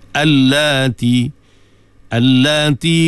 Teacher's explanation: huruf mat selepas pada lam, menunjukkan panjang 2 harakat